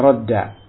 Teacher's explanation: Sebelum dua dal ini ada ra ini fathah, maka dal yang pertama disukun kemudian dilebur kepada dal yang kedua sehingga jadilah radda